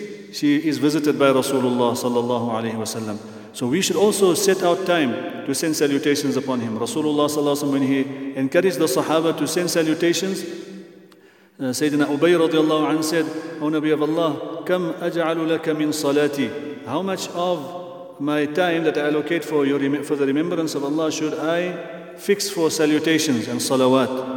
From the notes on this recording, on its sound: at the Houghton Masjid (West Street)